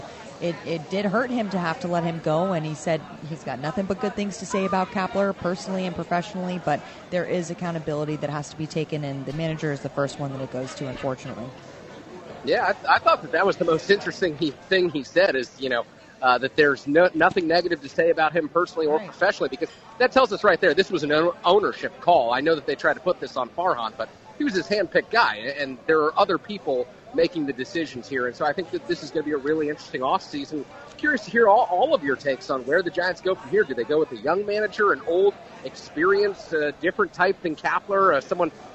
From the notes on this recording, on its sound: Talkin’ Baseball LIVE at the Public House